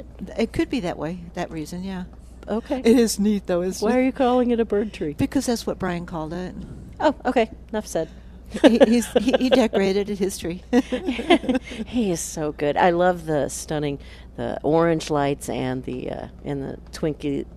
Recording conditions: busy venue